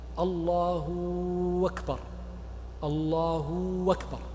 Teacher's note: إشباع الضم من غير سكون الهاء مع وصل الهمز لا قطعه · من غير قطع للهمس ولا تسكين للهاء